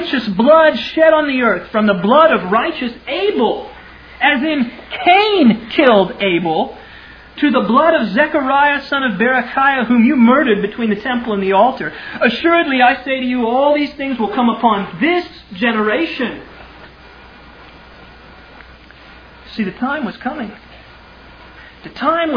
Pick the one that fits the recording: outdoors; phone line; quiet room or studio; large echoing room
large echoing room